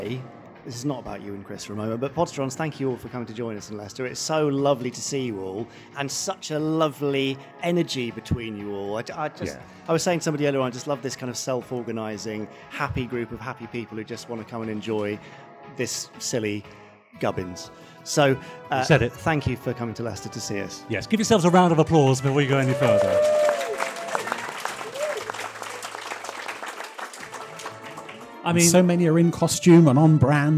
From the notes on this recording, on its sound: Live in Leicester. Onstage for a live performance.